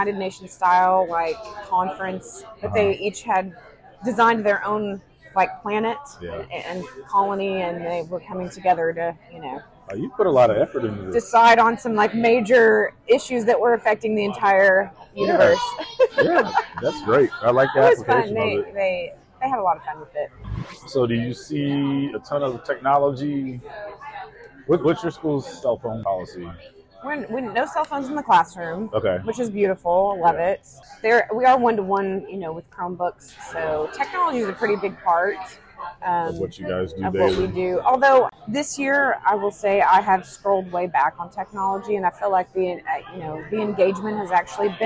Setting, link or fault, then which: setting, busy venue